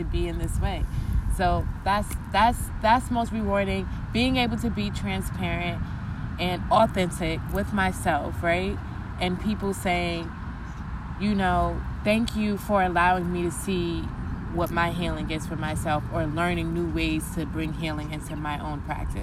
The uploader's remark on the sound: We recorded this outside in a park